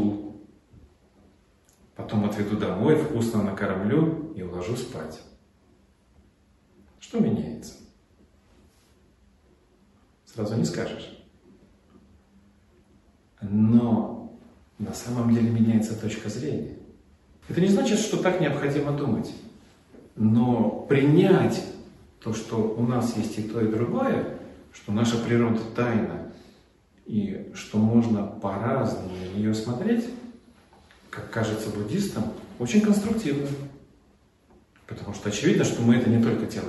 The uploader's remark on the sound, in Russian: Волгоград. Лекция прочитана в рамках фестиваля «Философия для жизни».